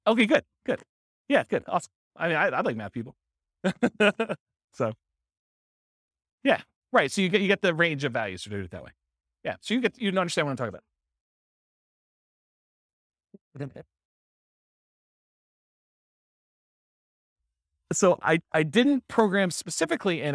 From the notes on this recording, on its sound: This was a live class recorded